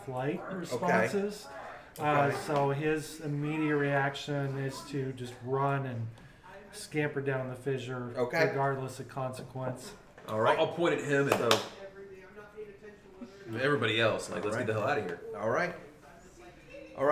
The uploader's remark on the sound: Live from CondoCon